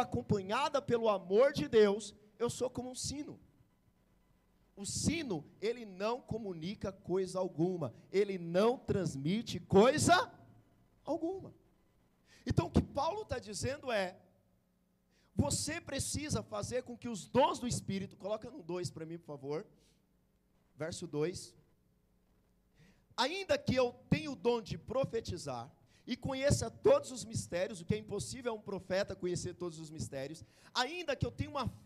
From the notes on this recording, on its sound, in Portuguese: Palavra pregada na igreja Batista Àgua Viva Barueri.